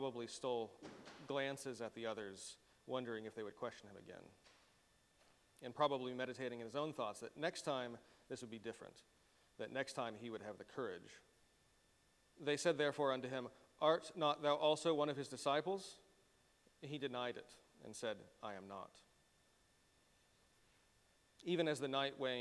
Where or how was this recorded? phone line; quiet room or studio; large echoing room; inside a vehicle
large echoing room